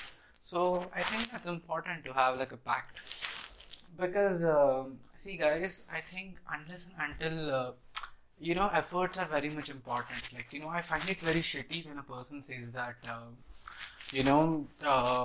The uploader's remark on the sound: Pardon my background noise.